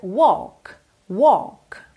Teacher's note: Atenção que essa palavra walk não tem walk, não tem esse L de verdade, tá bem? Então você lê W-A-L-K, mas você pronuncia walk, walk.